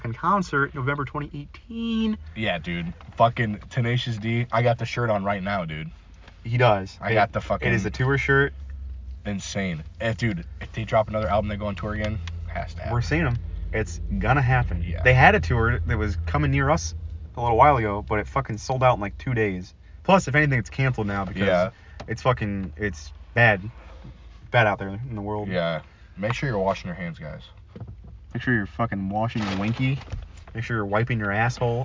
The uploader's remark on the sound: Chatting in the Car